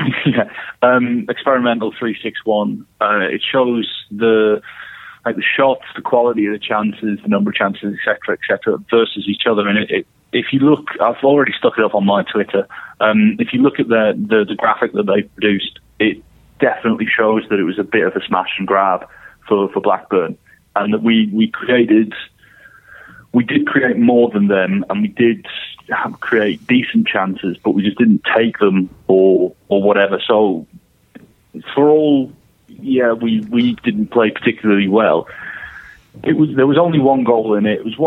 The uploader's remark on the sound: On the phone.